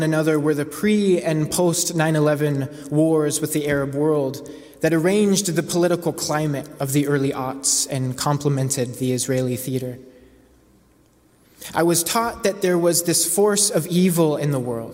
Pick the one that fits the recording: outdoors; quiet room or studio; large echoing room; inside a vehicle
large echoing room